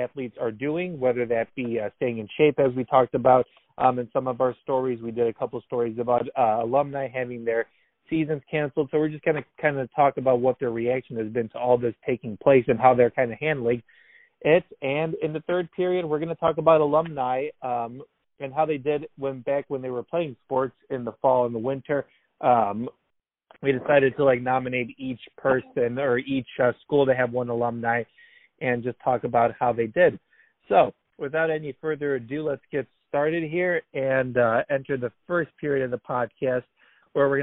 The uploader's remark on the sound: Our guys hop on the phone for a second straight quarantine version of The Varsity